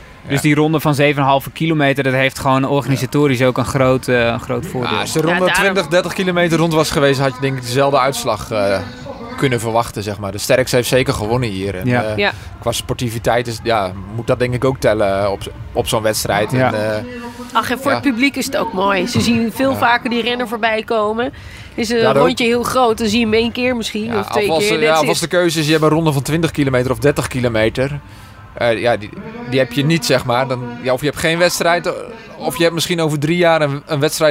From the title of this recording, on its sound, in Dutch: Live vanuit Epe bij het eerste officiële NK Gravel